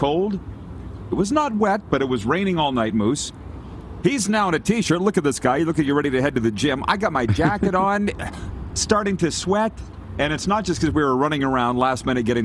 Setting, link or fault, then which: setting, busy venue